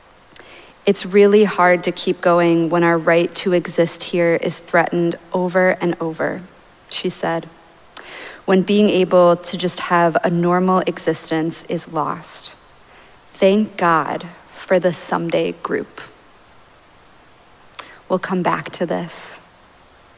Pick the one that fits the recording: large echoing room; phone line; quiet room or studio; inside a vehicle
large echoing room